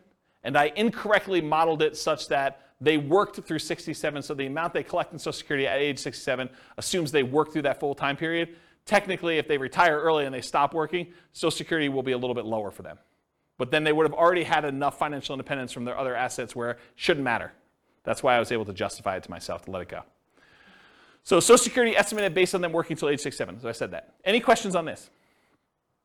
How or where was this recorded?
live audience